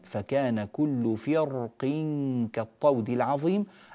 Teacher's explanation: وهناك كلمة سادسة هي كلمة فرق، هذه الكلمة الواقع جاءت القاف بعدها، يعني حرف استعلاءه من حروف خص ضغط انقض، حرف الاستعلاء جاء لكنه جاء مكسورا، والكسر يضعف حرف الاستعلاء، ولذلك يجوز في كلمة فرق تفخيم الراء كما نطقته الآن، فكان كل فرق كالطود العظيم، أو ترقيق الراء فكان كل فرق كالطود العظيم.